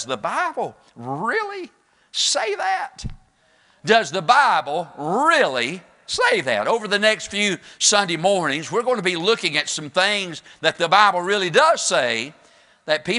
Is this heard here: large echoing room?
yes